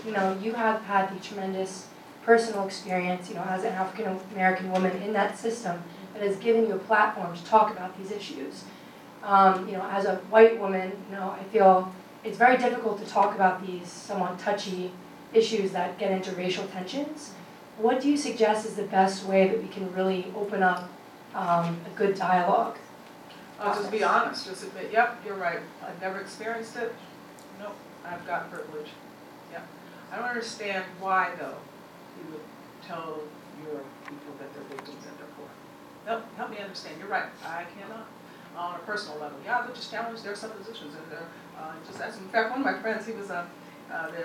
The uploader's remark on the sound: The speaker delivered these remarks at CBLPI's Capitol Hill Intern Summit on June 3, 2016.